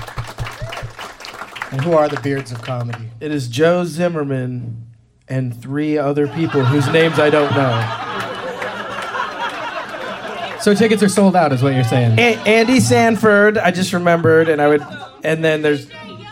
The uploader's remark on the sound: Live from the Comedy Attic in Bloomington,